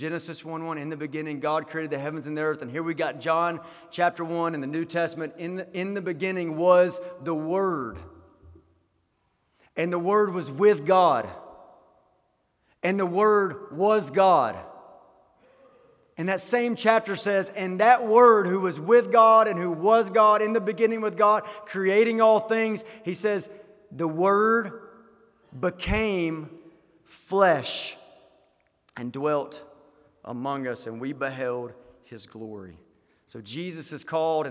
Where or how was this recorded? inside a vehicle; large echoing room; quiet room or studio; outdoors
large echoing room